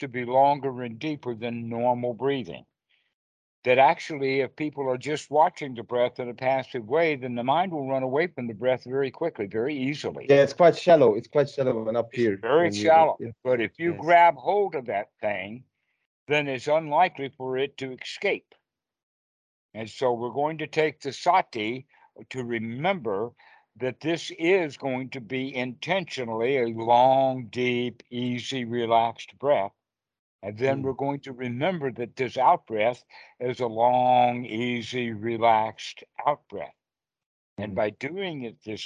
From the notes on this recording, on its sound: skype calls on this channel